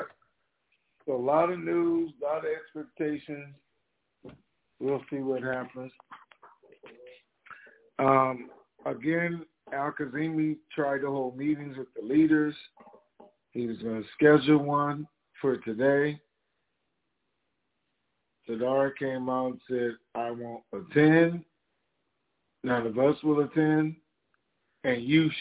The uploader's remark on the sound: TNTSuperfantastic Conference Call